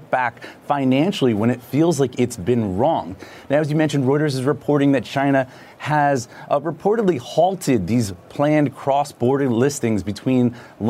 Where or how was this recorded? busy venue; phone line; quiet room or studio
busy venue